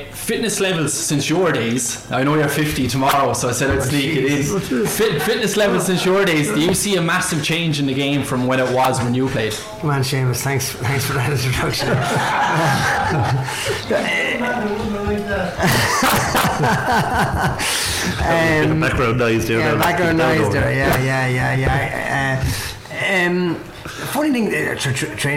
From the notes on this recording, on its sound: This episode was brought to you live from The Riverside Cottage in Ballygunner Waterford. Live from the Riverside Cottage with a Live audience.